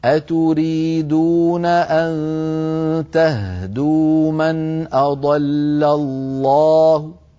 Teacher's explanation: إما بالروم يعني ضمة منخفضة أو بالإشمام يعني ضم الشفتين عقبة أو عقيبة تسكين الهاء، هكذا: أتريدون أن تهدوا من أضل الله.